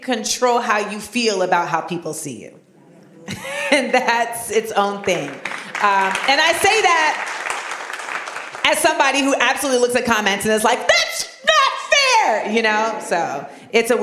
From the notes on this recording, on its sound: LIVE at the Kennedy Center. This week we take you to the Kennedy Center in Washington DC for a live recording of Small Doses.